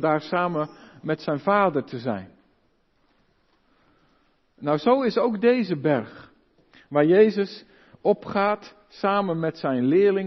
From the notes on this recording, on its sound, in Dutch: De preek is op 12 februari 2023 opgenomen in de Maranathakerk te Groningen